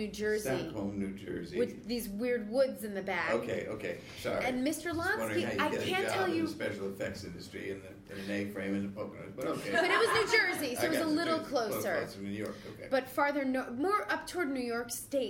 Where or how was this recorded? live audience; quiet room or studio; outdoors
live audience